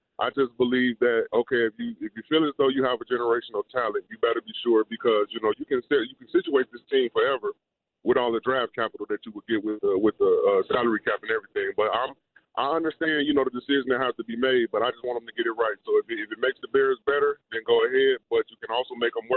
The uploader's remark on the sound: took calls from Score listeners